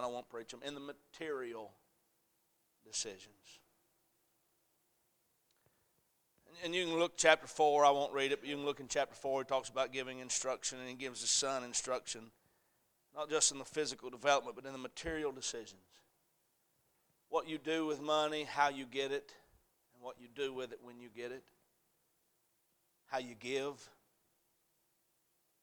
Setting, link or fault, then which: setting, large echoing room